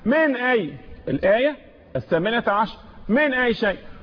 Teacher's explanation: إذا من أي شيء، تظهر النون، تتألق النون، انتبه معي، من أي، الآية 18، من أي شيء، ظهرت النون في حضرة الهمزة · Term: الإظهار